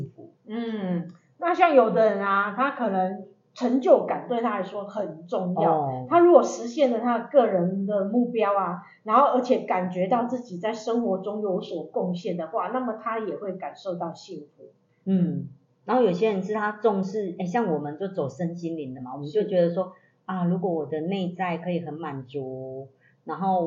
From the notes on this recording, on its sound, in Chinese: 因錄音設備問題，造成錄音品質受到影響出現雜音及干擾，還請大家見諒。